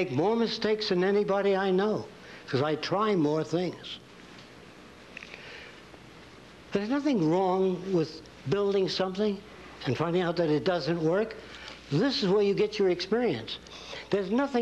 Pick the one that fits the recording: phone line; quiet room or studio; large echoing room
large echoing room